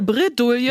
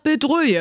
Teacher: Ich mach das R woanders. Du machst das R hinter das D. Das heißt ja Bredouille.